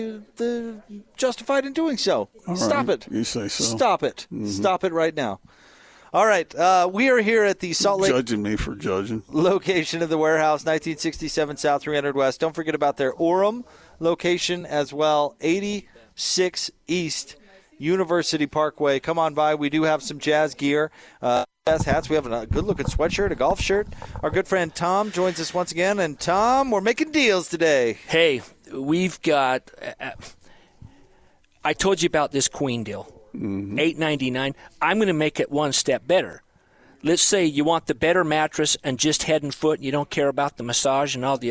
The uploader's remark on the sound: LIVE at The Warehouse